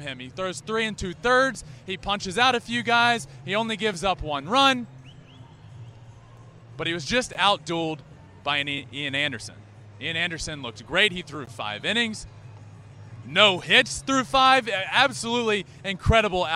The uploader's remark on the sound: LIVE from Game 3 of the World Series at Truist Park in Atlanta! BRAVES HOME FIELD ATMOSPHERE.